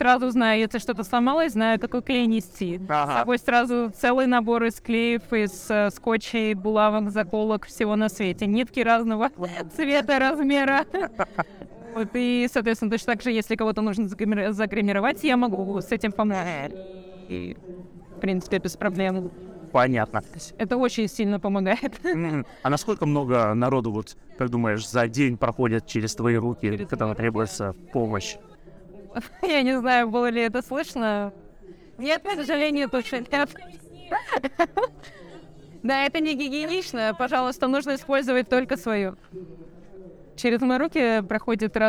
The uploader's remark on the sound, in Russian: Выездного выпуска.